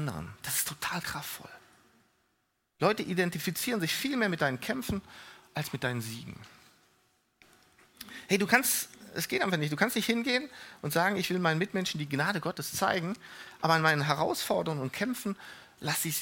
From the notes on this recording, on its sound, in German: Die Predigten der Lifestream Church Regensburg.